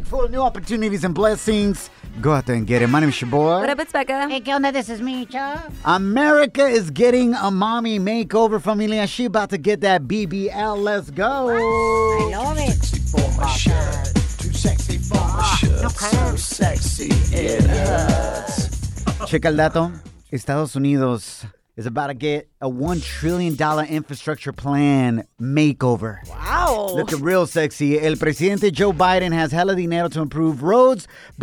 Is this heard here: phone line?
yes